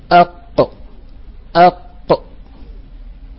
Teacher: إذن القاف تخرج من أقصى اللسان مع ما يحاذيه من الحنك الأعلى، من الحنك الأعلى.